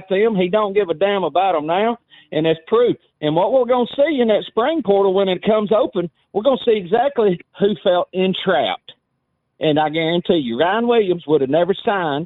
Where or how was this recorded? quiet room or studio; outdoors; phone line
phone line